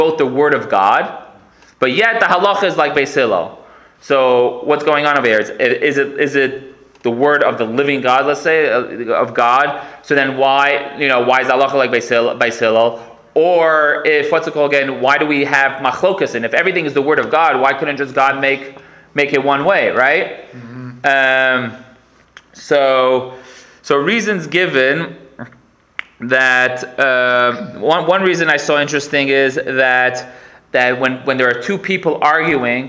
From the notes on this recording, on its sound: Recorded live at The Torah Center ATL